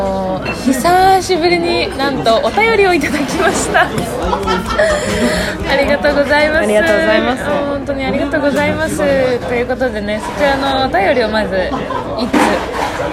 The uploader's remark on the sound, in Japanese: 2020/12/19 19:47新宿の喫茶店タイムスにて収録